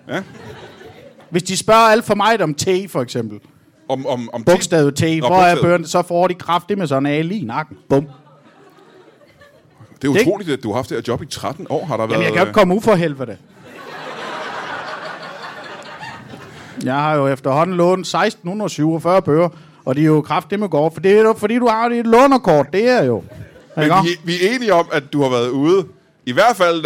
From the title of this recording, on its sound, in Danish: LIVE fra Teater 95b i Odense